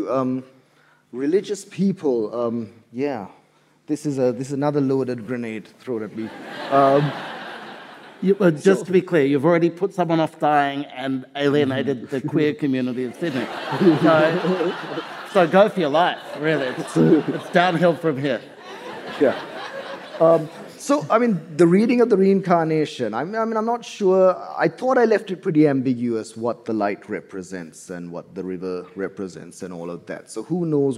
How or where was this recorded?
live audience